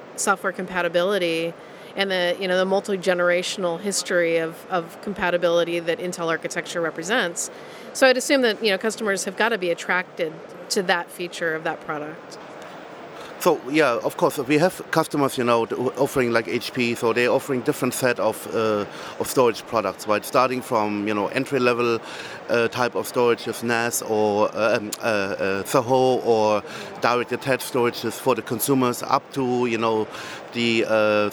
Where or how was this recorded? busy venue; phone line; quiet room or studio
busy venue